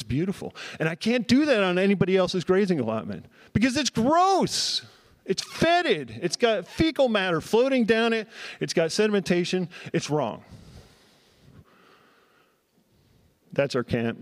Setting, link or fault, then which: setting, live audience